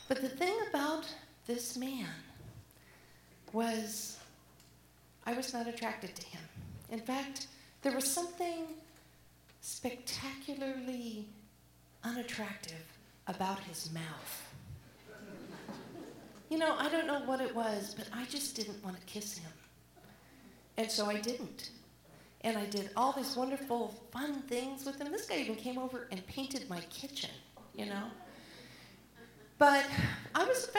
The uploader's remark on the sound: live at the Alberta Abbey